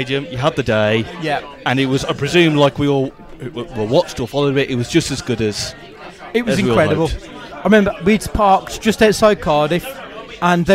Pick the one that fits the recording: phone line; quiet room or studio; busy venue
busy venue